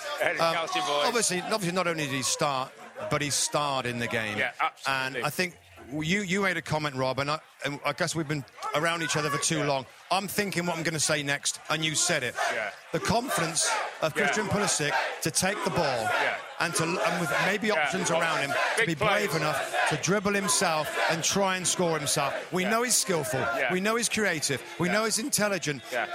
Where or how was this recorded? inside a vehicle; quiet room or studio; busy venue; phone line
busy venue